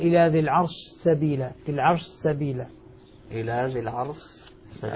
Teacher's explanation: مدغم ينص على أن الشين هنا أدغمت في السين. · Term: إدغام